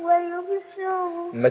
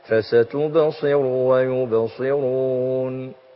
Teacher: الراء عندك مدتيها كأن في حرف واو ما ينفعش ضمه بس · Shown in: first take